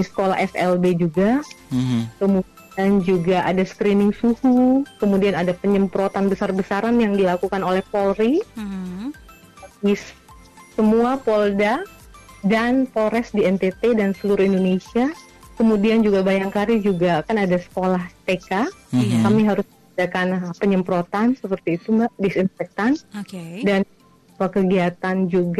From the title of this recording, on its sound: ON THE PHONE